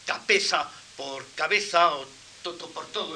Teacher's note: la conservación de las oclusivas sordas intervocálicas